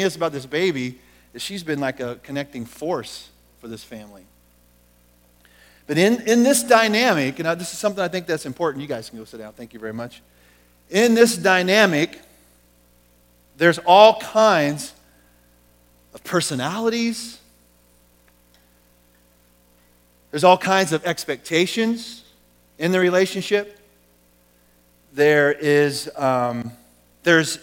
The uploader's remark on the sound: Recorded at The Calling Community Church located in Platte City, Missouri. Services are held in the Platte County High School Auditorium.